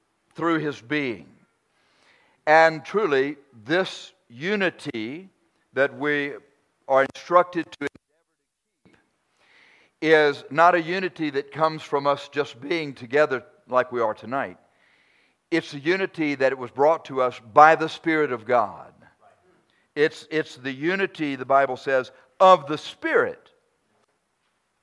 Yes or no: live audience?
yes